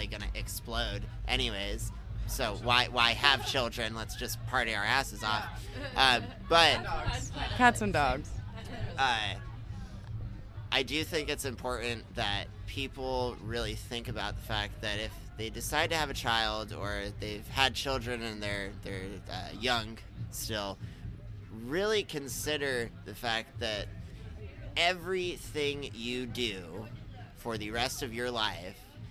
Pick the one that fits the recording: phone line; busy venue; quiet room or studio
busy venue